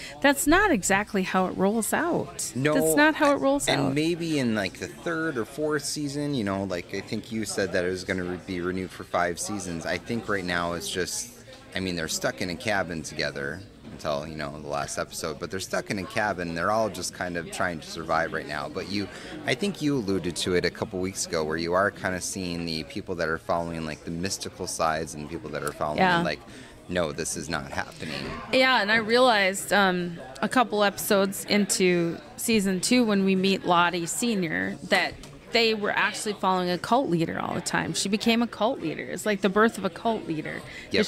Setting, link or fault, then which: setting, busy venue